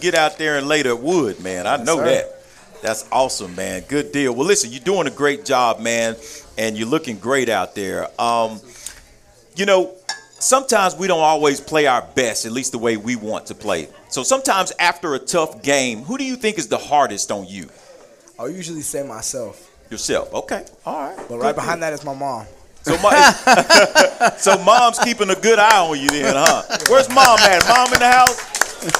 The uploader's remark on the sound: live from Monte De Rey Mexican Restaurant